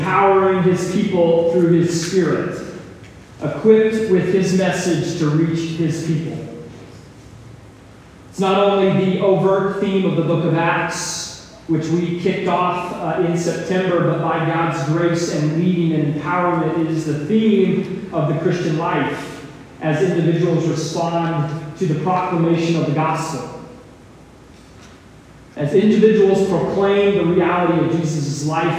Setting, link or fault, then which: fault, poor sound quality